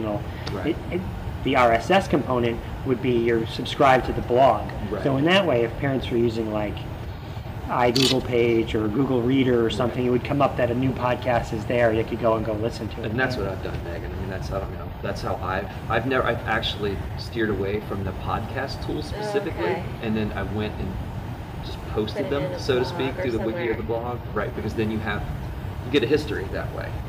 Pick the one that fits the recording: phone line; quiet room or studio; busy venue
busy venue